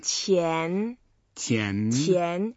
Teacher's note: Does it go up at the end? Second tone.